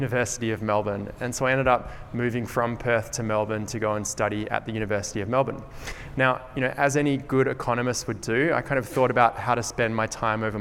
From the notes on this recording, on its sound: This presentation was recorded at UWA CareerConnect . This presentation was recorded at UWA CareerConnect .